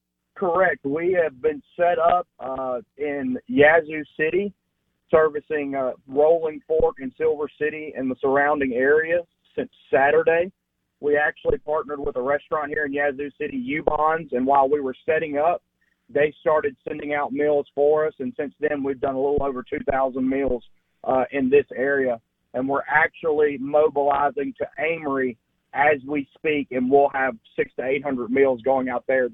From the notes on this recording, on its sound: On the Farm Bureau guest line live from the Mississippi Delta.